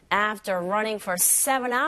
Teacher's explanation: for를 길게 발음하면 숫자 4로 들릴 수 있다는 거 아시죠? 약하고 빠르게 발음하시면 됩니다. · Term: 기능어